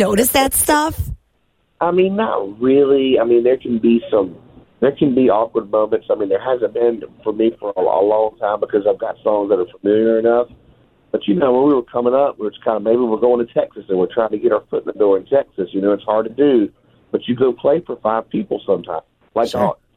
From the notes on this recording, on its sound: Last we have a secret country phone call.